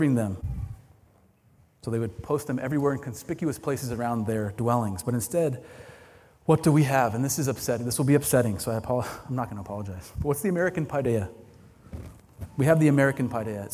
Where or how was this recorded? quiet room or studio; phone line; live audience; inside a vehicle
live audience